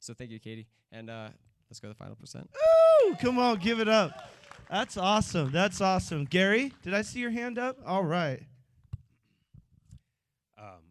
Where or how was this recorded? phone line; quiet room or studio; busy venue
busy venue